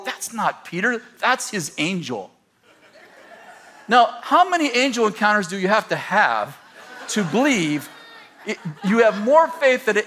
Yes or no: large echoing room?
yes